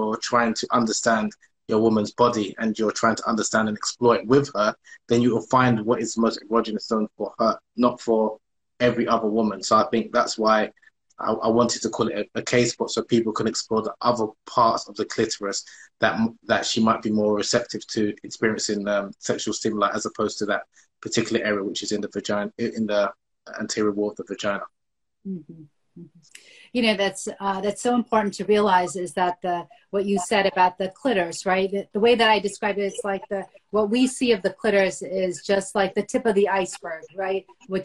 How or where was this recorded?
video call